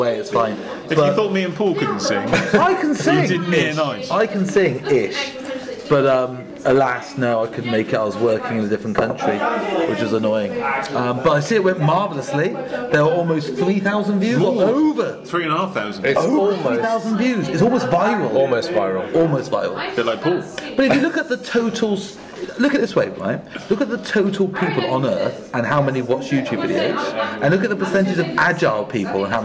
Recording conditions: busy venue